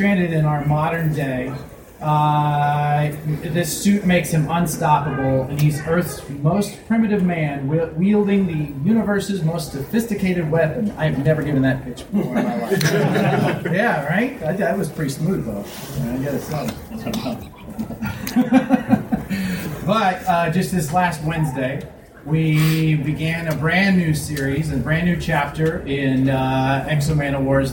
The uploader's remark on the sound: Panel at SC Comic Con 2017